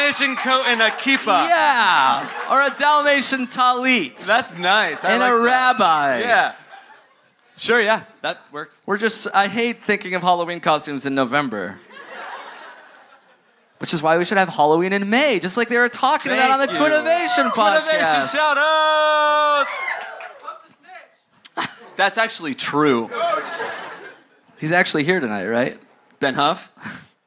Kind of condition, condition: setting, live audience